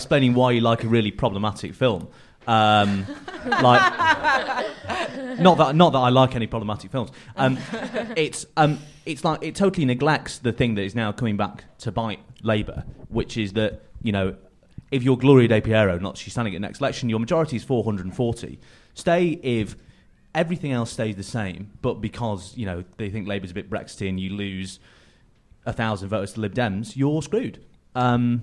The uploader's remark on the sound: at a live event in London